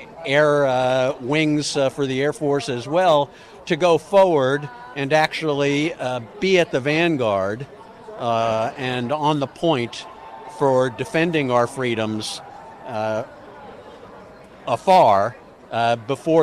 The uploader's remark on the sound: does his show live at CPAC